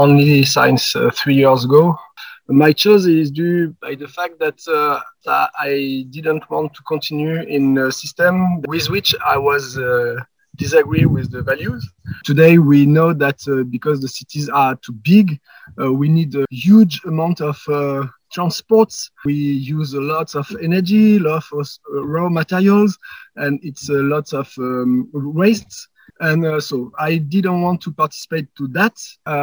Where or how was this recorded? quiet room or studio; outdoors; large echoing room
outdoors